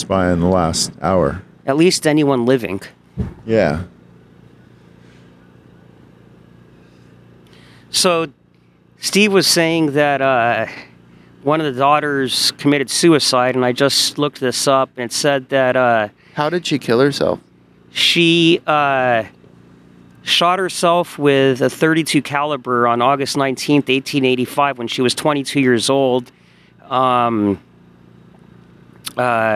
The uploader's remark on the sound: Spooks and Spirits Live from The Whaley House in Oldtown San Diego. Live from the porch of the Whaley House at 1am.